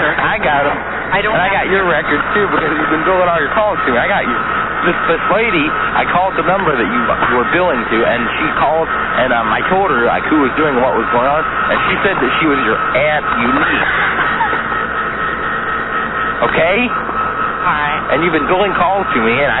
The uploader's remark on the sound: Prank Phone Calls Collection